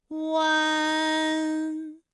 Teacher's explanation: 出鼻音呢的状态。看啊，大家感受一下，从合口改为开口状的状态，弯，是不是先从合口，然后最后变成了一个开口的状，然后最后尾音的时候呢，是要到达一个鼻腔，发出一个鼻音呢的状态